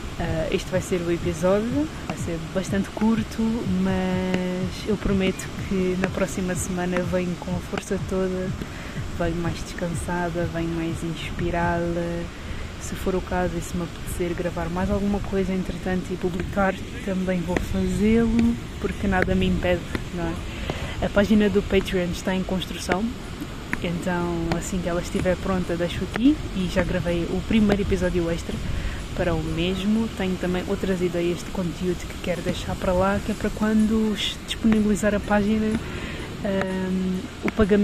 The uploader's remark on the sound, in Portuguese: mini episódio na praia